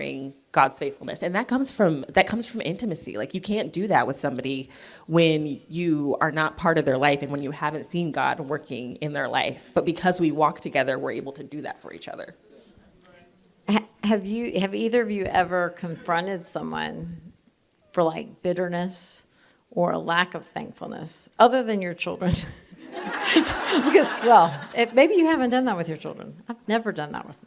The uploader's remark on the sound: Recorded live at TGCW22 in Indianapolis.